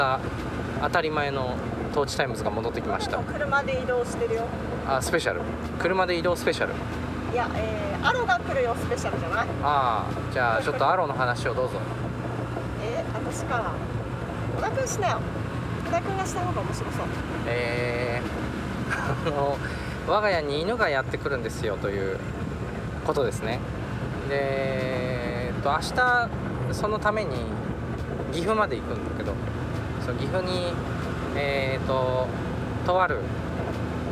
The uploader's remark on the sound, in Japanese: 軽トラでクリーンセンターへゴミ出しに向かう道すがらの収録